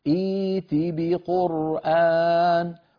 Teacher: أبدلوا الهمزة الثانية الساكنة حرف مد من جنس حركة الهمزة الأولى